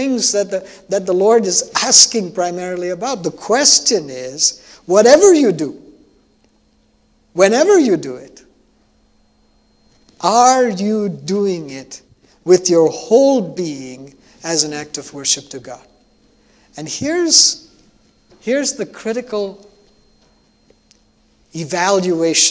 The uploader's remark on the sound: at New Life Fellowship Church, Concord, NC, on Sunday, January 9, 2022